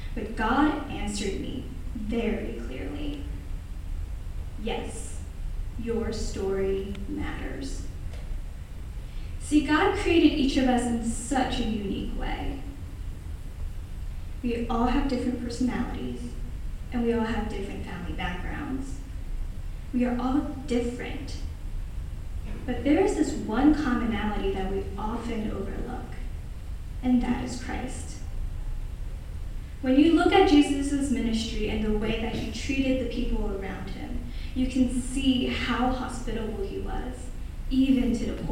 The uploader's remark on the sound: Presented this talk at the Q Union Conference on November 8th, 2018. This event was a collaborative event between lots of campus ministries at W&M.